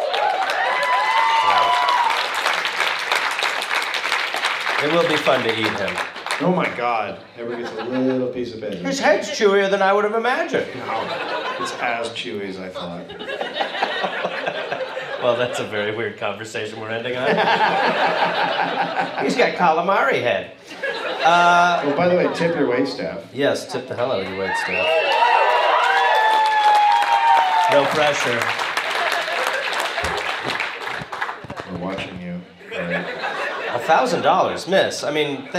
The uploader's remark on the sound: Recorded live at Wiseguys in Salt Lake City.